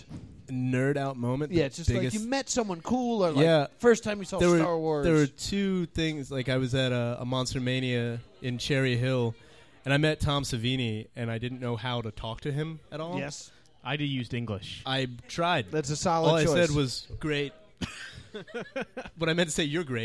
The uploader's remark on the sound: We are live from Jester Playhouse at 545 Tilton rd in Northfield NJ